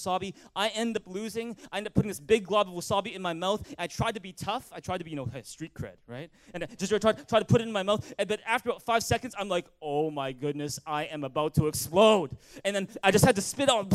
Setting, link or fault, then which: setting, large echoing room